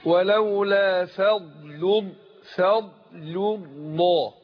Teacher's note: ضاد حرف مستعلي حرف مفخم، وقعت بين مرققين بين الفاء واللام، وجي بعد اللام لام لفظ الجلالة.